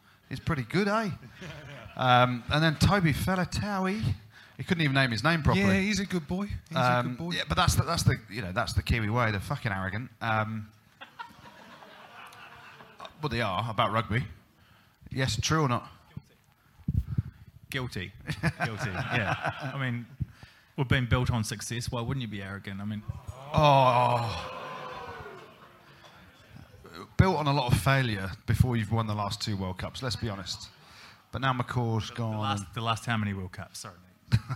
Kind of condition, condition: setting, busy venue